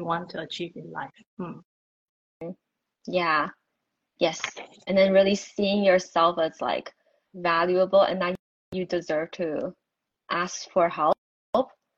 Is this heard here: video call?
yes